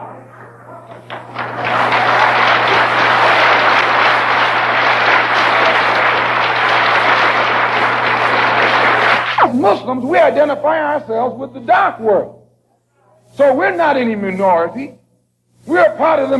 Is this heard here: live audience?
yes